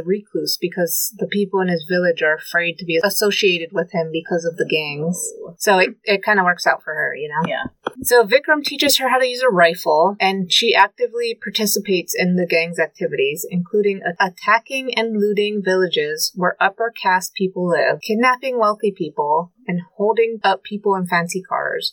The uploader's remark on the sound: Sorry for the bad audio this week, we have no idea what happened, but we tried to clean it up as best we could!